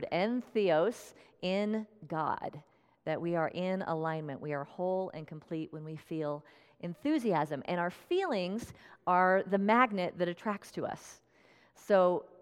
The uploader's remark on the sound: Tune in to this special talk, recorded at Unity of Red Rocks in Morrison, Colorado.